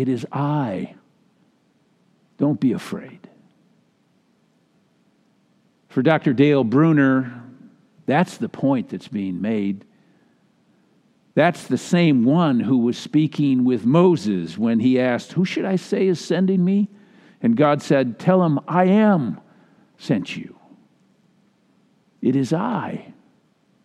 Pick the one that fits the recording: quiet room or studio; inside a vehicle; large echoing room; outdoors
large echoing room